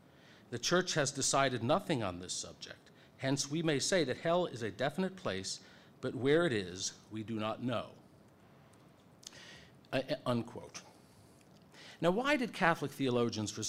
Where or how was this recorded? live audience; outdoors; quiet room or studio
live audience